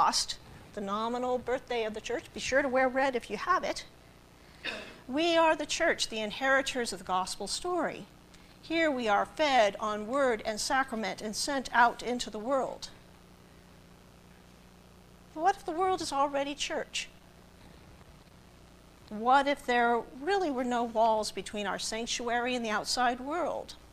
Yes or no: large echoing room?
yes